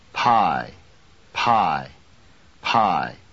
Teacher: Notice that there's a puff of air after the P.